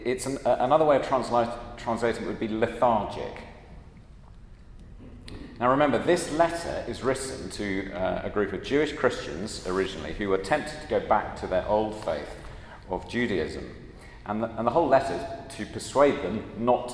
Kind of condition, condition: setting, large echoing room